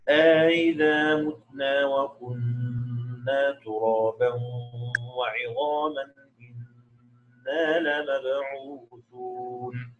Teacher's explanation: بالاستفهام في الأولى بهمزتين والإخبار في الثانية بهمزة واحدة، وكذلك الحال في سورة الواقعة.